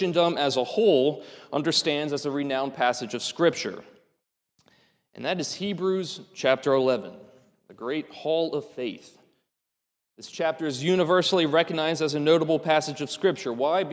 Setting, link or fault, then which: setting, large echoing room